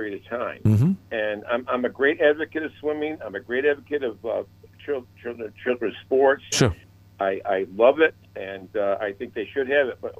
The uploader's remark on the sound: a father called